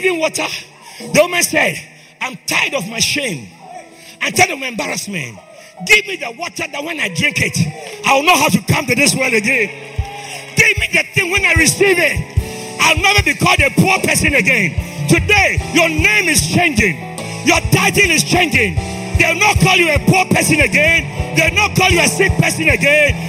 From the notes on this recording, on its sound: This is a message I preached at the Greater Love Church.